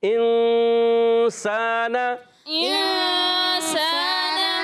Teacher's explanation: ایک الف کا غنہ کرتے ہیں مگر ناک میں اس کو نون کو چھپا کر ادا کرتے ہیں